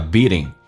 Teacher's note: 那么英式发音叫 beating，美式发音 t 要变 d